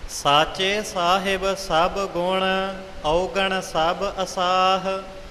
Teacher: ਗੱਗਾ ਮੁਕਤਾ ਰੱਖਿਆ ਹੈ, ਇੱਥੇ ਔਂਕੜ ਦਾ ਉਚਾਰਨ ਨਹੀਂ ਹੋਵੇਗਾ